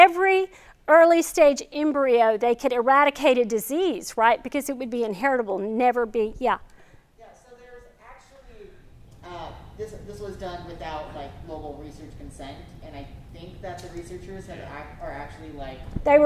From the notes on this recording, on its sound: This video is from our 2021 Fall lecture series